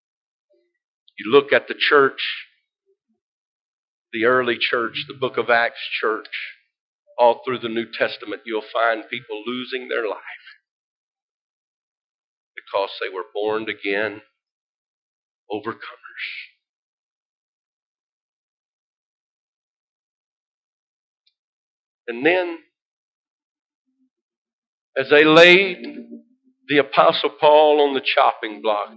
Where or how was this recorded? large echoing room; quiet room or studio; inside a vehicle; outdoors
large echoing room